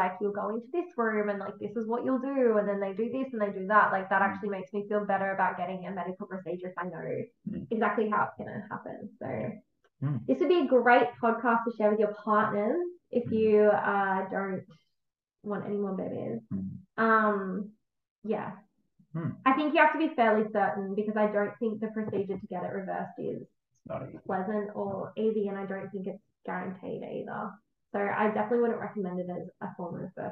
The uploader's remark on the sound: We had a few errors recording this and I apologise for the muffled audio due to the microphone not being connected properly!